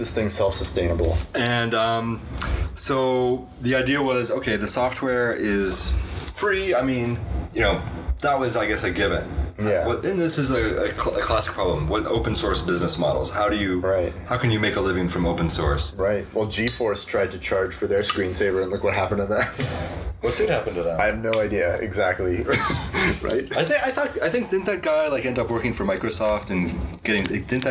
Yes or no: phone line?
no